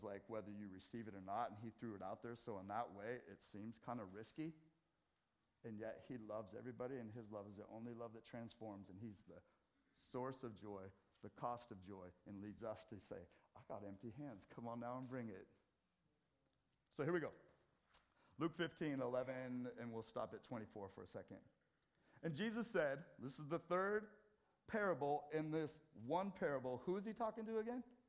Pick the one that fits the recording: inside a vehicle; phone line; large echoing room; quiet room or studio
large echoing room